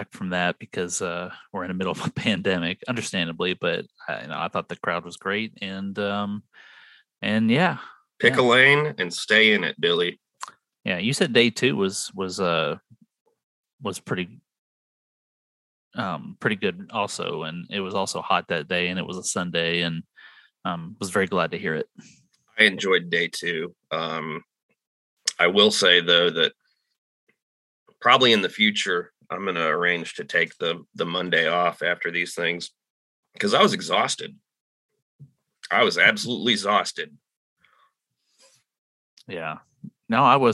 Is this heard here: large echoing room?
no